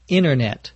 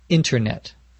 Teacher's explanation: If they're pronouncing it more carefully, they may say internet. But in normal conversation, many people say the internet without a T sound · Shown in: first take